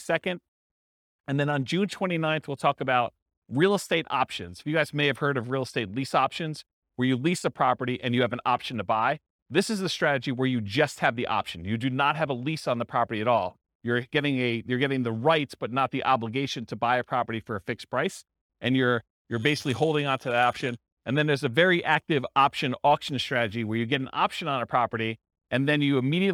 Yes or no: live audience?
yes